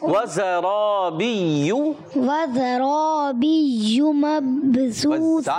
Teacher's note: सिटी के साथ वज़रा, दांतों को मिला के वज़रा बी यू मबसूसा निकालें।